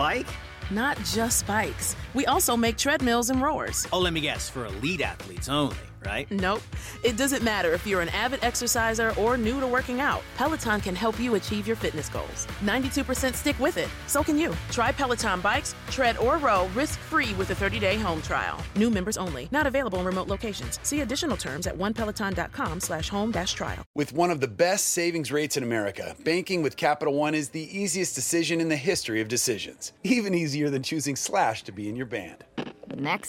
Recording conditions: busy venue